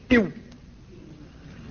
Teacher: وتشاهدون تقلص الشفتين إلى الداخل عند النطق بالواو ساكنة